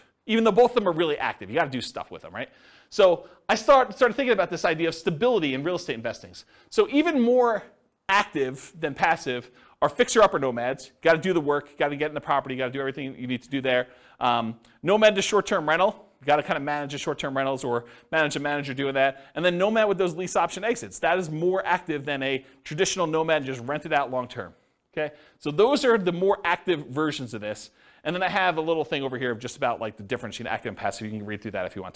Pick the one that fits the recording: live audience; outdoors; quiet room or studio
live audience